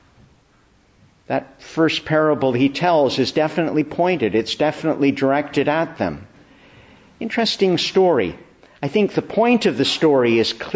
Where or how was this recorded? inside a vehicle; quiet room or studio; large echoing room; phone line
large echoing room